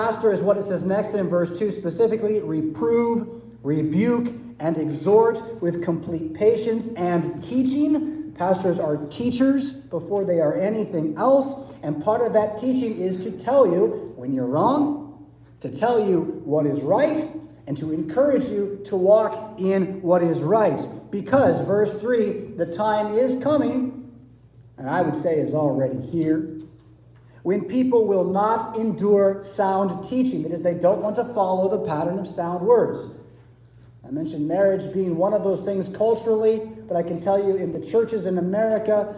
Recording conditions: large echoing room